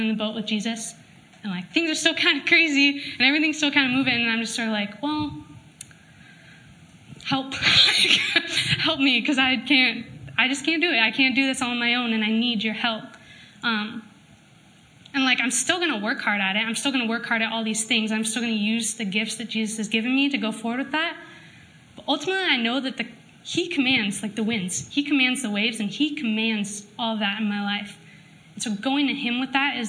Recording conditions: live audience